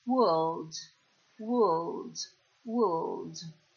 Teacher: Per quanto riguarda la pronuncia, vi voglio far notare la parola mondo, world, che inizia di nuovo con la nostra W, quindi dobbiamo inizialmente emettere una U e poi quella R non si fa sentire. Ripeto, world, world, world.